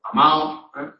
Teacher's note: elido la consonante dental sonora de los participios de la primera conjugación cuando hablo, pero nunca cuando escribo.